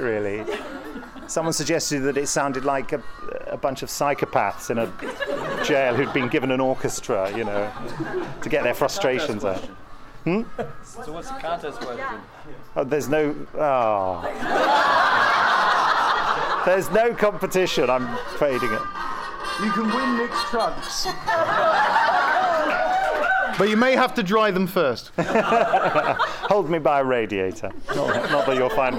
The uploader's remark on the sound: Recorded during the Gallifrey One Doctor Who convention in Los Angeles with questions from our loyal audience.